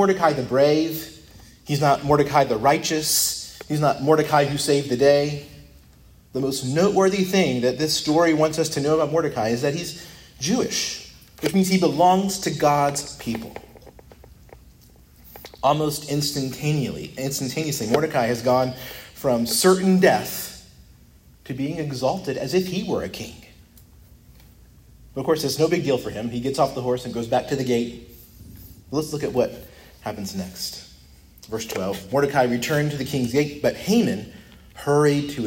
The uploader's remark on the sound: preached at Christ Our Savior Baptist Church